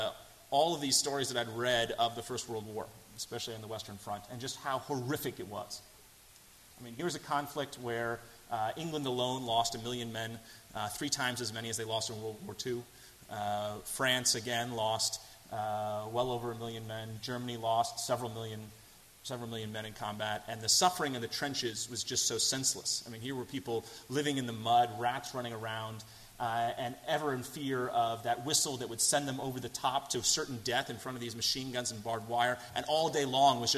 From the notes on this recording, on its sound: delivered at First Congregational Church of Houston on January 29, 2017.